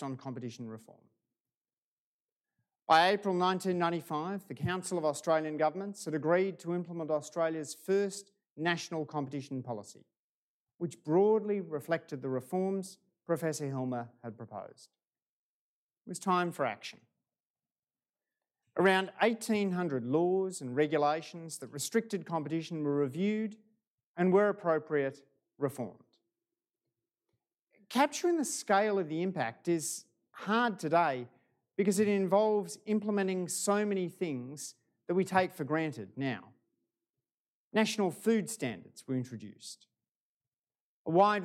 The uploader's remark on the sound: This recording is from a live event held at the University's Chau Chak Wing Museum.